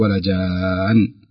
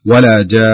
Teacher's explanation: الذي جعلك تمد أو السبب في المد هو النون المشددة، فنقف عليها نون مشددة ونقول ولا جان، يعني نعطيها الغنة حقها حركتين · Shown in: second take